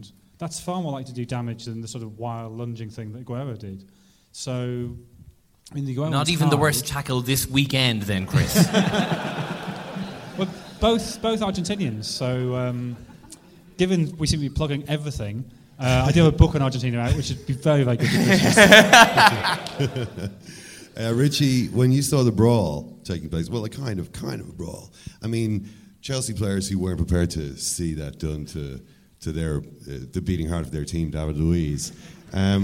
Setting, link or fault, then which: setting, live audience